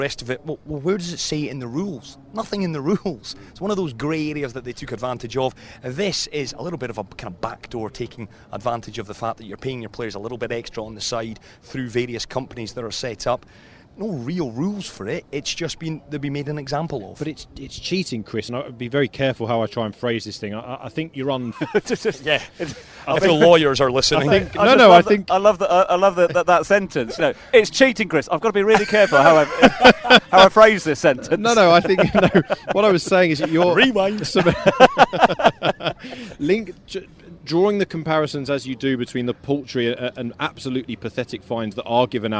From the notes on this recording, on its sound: From our original home, Barasti